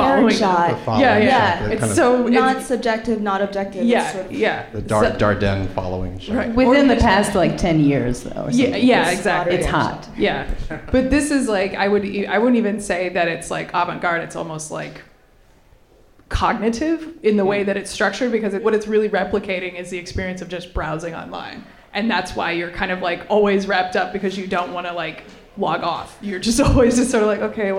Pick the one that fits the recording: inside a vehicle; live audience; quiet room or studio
live audience